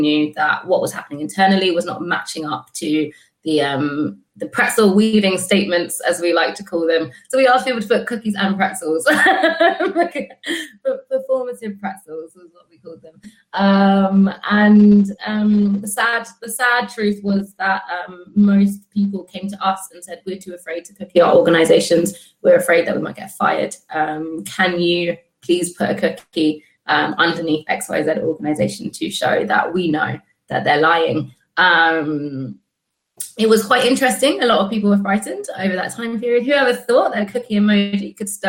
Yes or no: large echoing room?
no